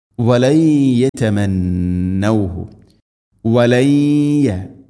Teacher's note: സാക്കിന നൂനു ശേഷം യ നൂനിനെ യ എന്ന അക്ഷരത്തിലേക്ക് ചേർത്ത് മണിച്ചുകൊണ്ട് ഉച്ചരിക്കണം. വലയ്യമൗഹു ഇവിടെ നൂന് ശബ്ദുണ്ട്, മണിച്ചുകൊണ്ട് ഉച്ചരിക്കണം.